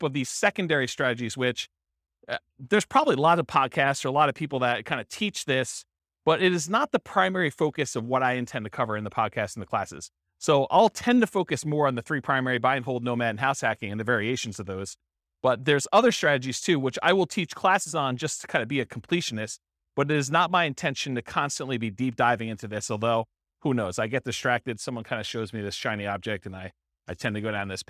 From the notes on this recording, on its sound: This was a live class recorded